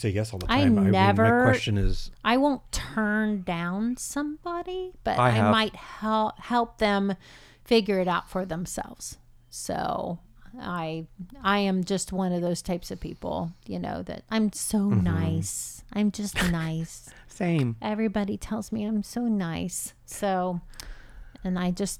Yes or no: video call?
no